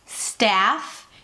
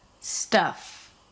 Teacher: Now, these two words are very similar except for one sound, the middle vowel. You have the a as in cat, staff, and the uh as in cup, stuff. A versus uh, staff and stuff.